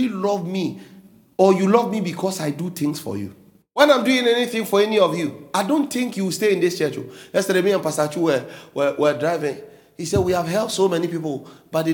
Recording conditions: large echoing room